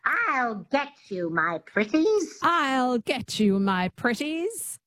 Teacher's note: a lot of people think the transatlantic accent is nasal, but it's not. It has this twang